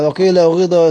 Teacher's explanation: قيل بضم الشفتين وبرجع بالكسرة · Term: الإشمام